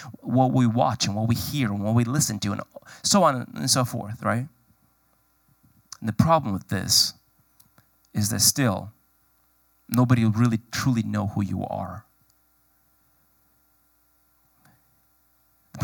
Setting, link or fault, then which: setting, large echoing room